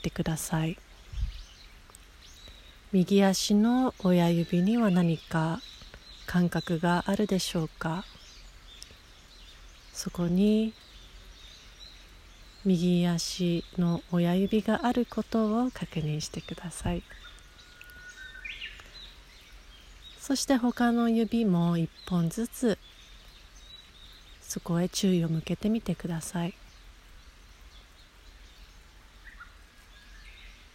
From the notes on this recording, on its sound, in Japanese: 自然音とともに行うボディスキャン瞑想。逗子の披露山公園の山の中で録音したボディスキャン瞑想です。